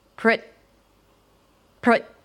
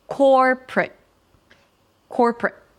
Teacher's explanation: Since it's a stop t or a held t, you barely hear the t sound. It's just an abrupt stop of the R sound.